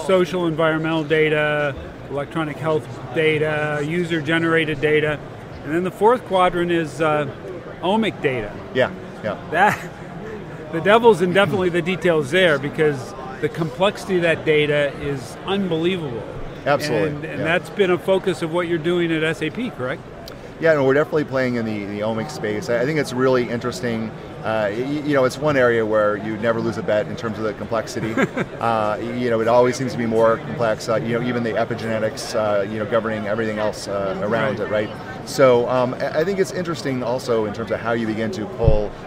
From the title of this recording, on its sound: LIVE from #HIMSS17